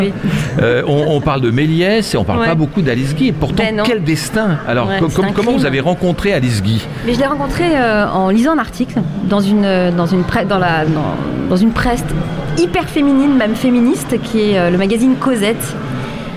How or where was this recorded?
busy venue